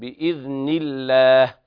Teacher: ثم الوقف على طبعا الهاء بالسكون بإذن الله، واللام في لفظ الجلالة حكمها الترقيق لأن قبلها مكسور